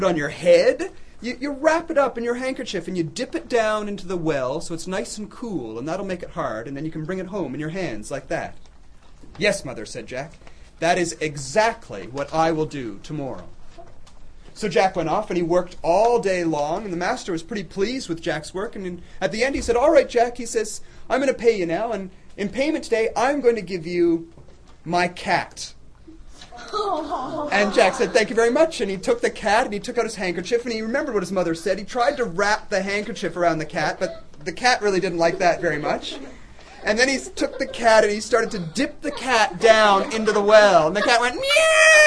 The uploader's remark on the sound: Storytelling students in grades 4-6 at Holy Cross Elementary. This is a story recorded live at Holy Cross.